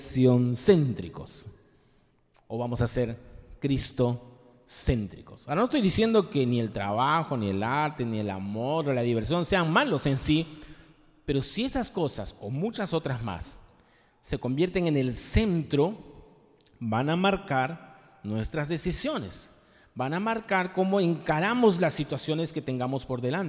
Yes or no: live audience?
yes